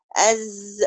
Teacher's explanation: طرف اللسان جوه والثنية على بعضها مع دفع الهواء